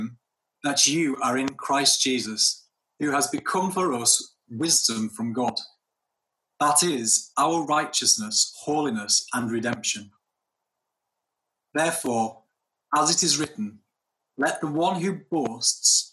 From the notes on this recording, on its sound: at King's Church, Cockermouth